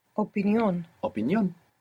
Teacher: you're going to put the accent on the end.